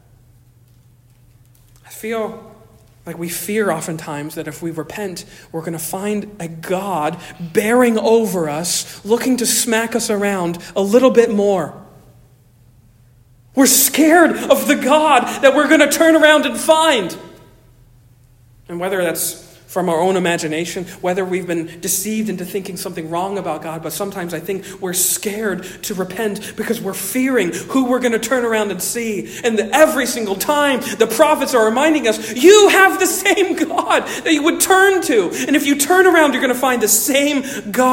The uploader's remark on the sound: Originally delivered on 10 September 2023 at Stonington Baptist Church, Paxinos, PA. Originally delivered on 10 September 2023 at Stonington Baptist Church, Paxinos, PA.